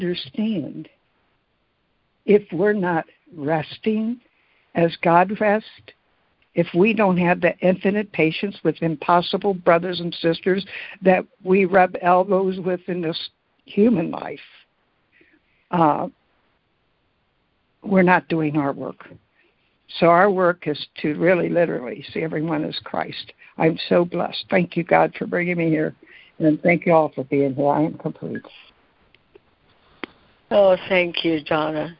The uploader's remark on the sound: ACIM Daily Conference Call